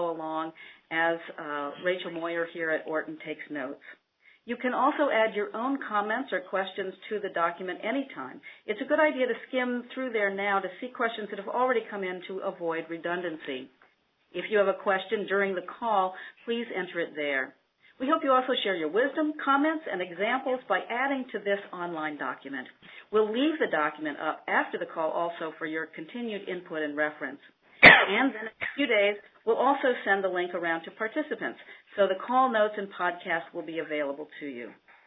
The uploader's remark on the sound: an hour-long conference call from June 11